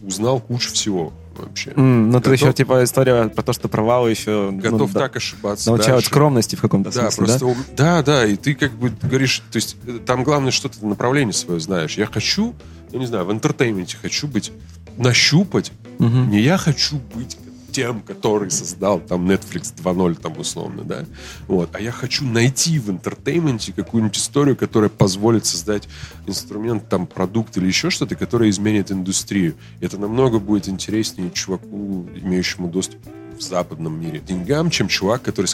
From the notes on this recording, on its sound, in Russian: Подкаст записан на конференции ProductSense Minsk'19.